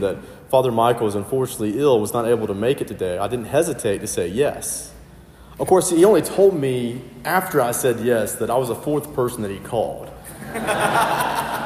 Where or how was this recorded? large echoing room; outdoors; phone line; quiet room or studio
large echoing room